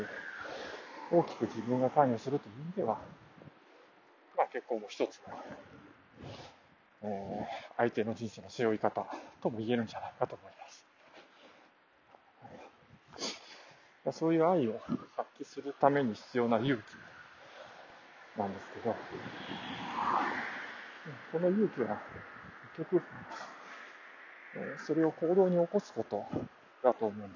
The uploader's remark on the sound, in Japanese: ワイヤレスのマイクで外を歩きながら録ったので、怪しまれないよう小声で人を避けながらとなり聴きづらいですね。マスクもしていたので、最後は息切れして終わりました。